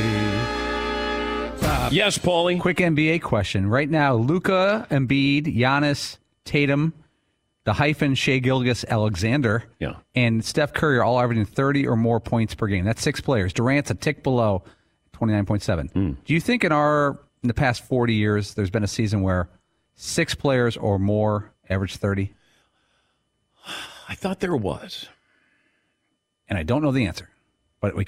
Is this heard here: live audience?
no